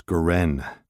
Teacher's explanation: The accent's on the last syllable